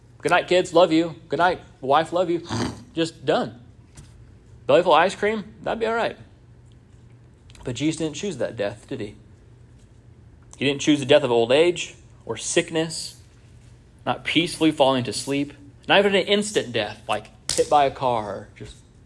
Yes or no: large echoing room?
yes